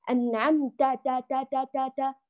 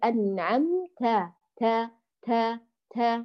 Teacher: عليك فقط أن تأتي بهمس التاء في التاء يعني تعطيه شيء بسيط جدا دون تدفق كبير للنفس · Shown in: second take · هنا، فنقول أنعمت ت ت ت، لاحظوا شيء خفي جدا، هذا هو المطلوب عند التاء.